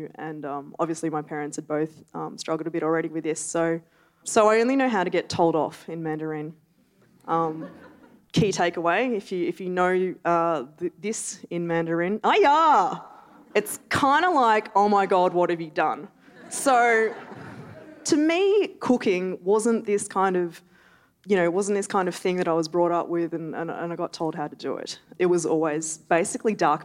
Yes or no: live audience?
yes